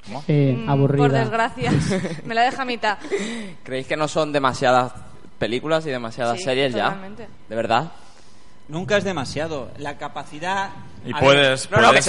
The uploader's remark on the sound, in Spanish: Directo JPOD 2016 Málaga. En directo desde las JPOD 2016 de Málaga.